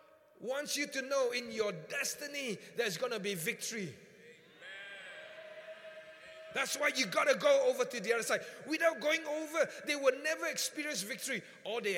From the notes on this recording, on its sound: Preached at the Qodesh